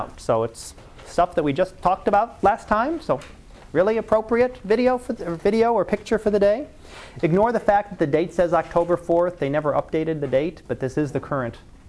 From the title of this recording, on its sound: Live Class Lecture